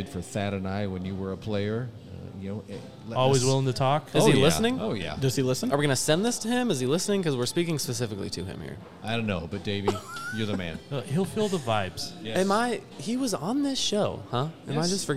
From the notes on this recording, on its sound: We recorded this show at Strange Days! This episode is done, in its truest form, with beers in our hands.